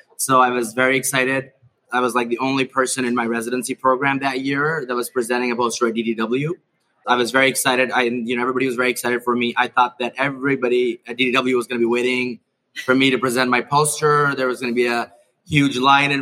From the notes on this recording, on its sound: Live from #DDW2023. We're live from Digestive Disease Week 2023! In our first-ever live recording. Answer live attendee questions.